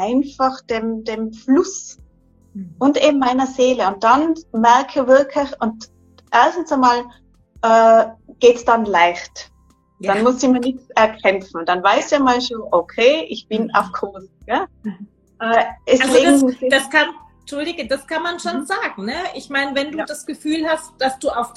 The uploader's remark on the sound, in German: Live-Interview auf Instragram